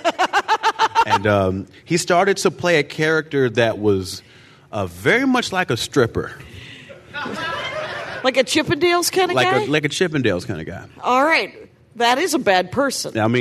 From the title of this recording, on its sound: Live from Joco Cruise